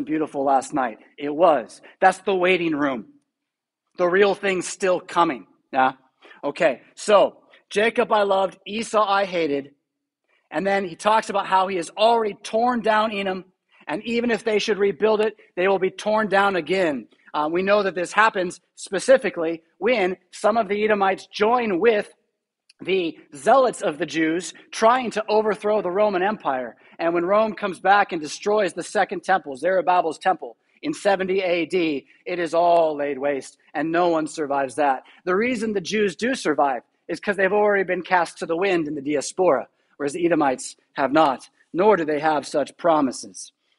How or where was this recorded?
large echoing room